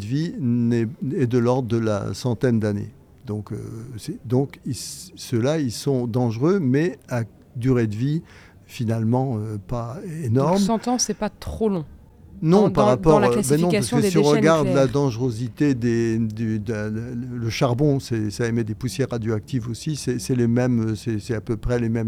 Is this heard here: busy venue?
yes